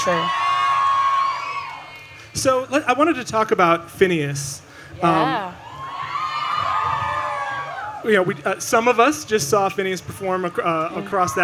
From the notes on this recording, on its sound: Recorded live on stage at Austin's ACL Music Festival.